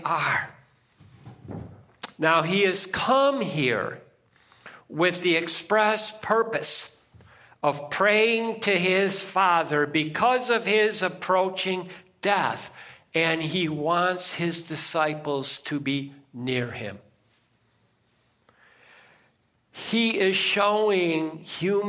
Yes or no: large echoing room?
yes